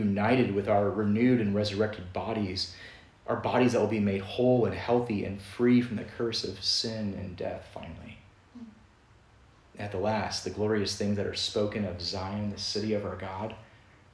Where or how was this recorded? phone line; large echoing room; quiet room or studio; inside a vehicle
large echoing room